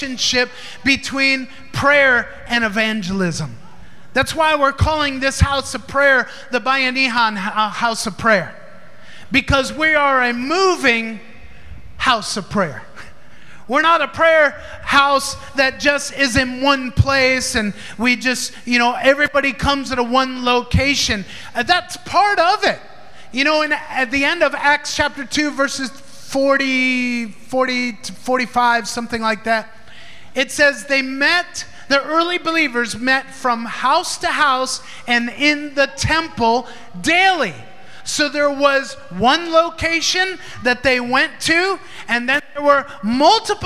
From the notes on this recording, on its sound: Recorded in Maranatha Family Church's Sunday Service at FIRE School of Ministry Philippines.